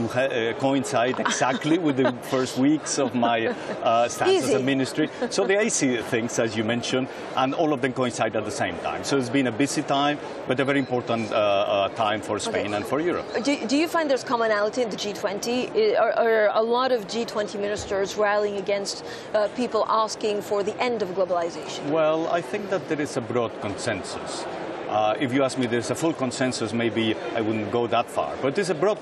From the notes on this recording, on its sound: All interviews were broadcast on site at the IMF & World Bank Group Meetings in Washington, D.C.